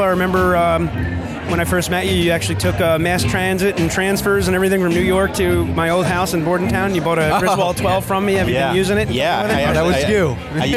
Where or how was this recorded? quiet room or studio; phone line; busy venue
busy venue